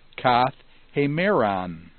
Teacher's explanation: Another example that's a little interesting is kath hemeron, means during a day. You'll notice that the alpha drops out because of the initial eta, which has a rough breathing, which causes the tau to compensate to a theta.